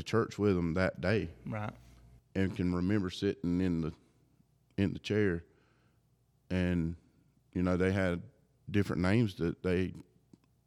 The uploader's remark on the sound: The church where we are recording "Our Journey" podcast is on Our Grandpa's farm!